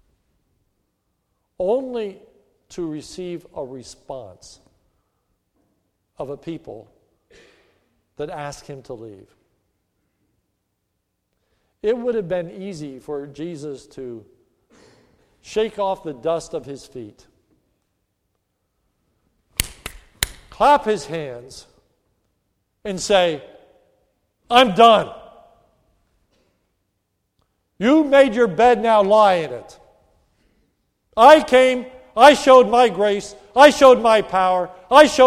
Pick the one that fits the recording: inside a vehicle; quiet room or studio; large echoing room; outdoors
large echoing room